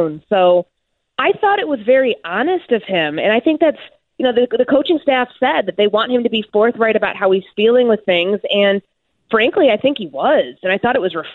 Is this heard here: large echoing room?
no